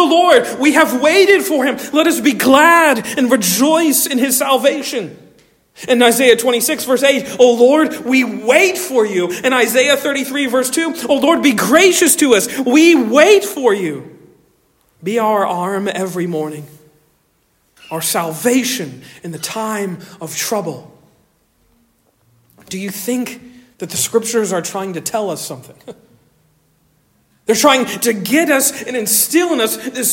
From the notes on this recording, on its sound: Originally delivered on 10 December 2023 at Stonington Baptist Church, Paxinos, PA